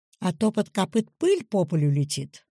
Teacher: На ударном слоге главного слова «пыль» на звуке «ы» происходит резкий перепад вверх. И звучит иногда маленькая пауза перед этим словом.